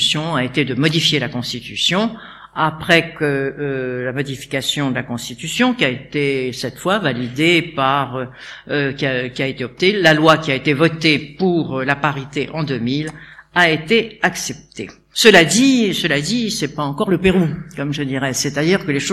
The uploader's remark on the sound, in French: Conférence de clôture de l'édition 2004 des Rendez-vous de l'Histoire